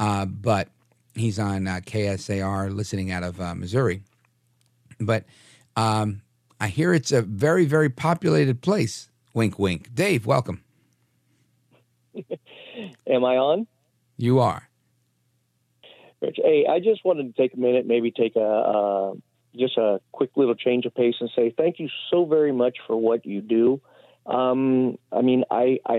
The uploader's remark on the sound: we take your phone calls in open phones across America